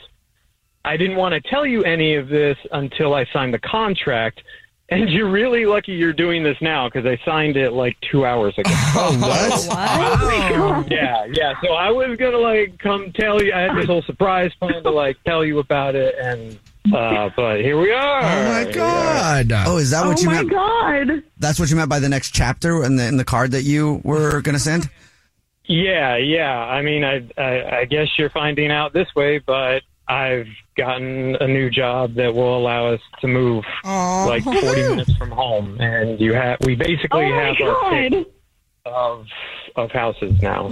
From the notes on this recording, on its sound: Someone calls The Jubal Show because they think that their partner is cheating so we call them offering services in order to catch them cheating. There is a woman on the phone.